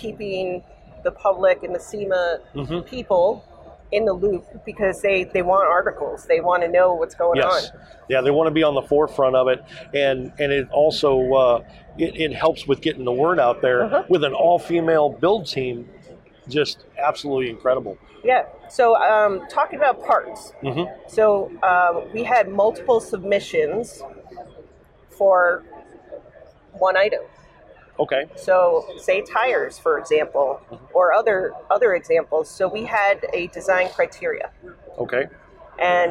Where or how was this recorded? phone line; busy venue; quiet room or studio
busy venue